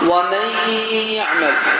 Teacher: Ona görə bunun adı idğam ma'al qunnə. Yəni, idğam baş verir, daxil olur, amma qunnə ilə olur səs.